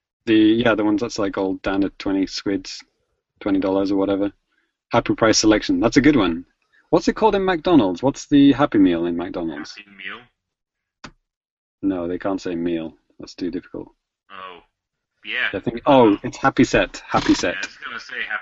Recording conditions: video call